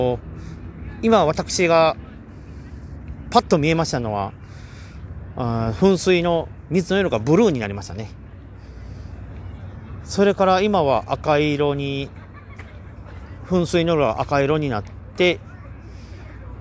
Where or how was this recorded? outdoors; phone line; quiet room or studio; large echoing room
outdoors